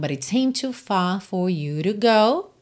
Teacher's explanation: Então, aqui, but it com rarará, seemed to, mais uma aparição do verbo seem no passado, em que a gente não ouve claramente esse passado, porque o D de seemed já vai ligar no T de to